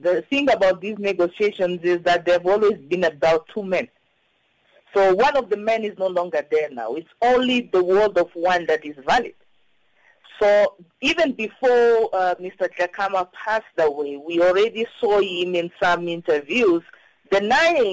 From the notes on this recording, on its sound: we are joined on the line